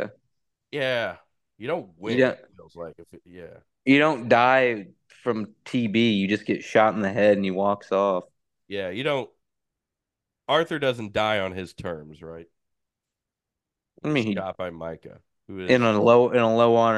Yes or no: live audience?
no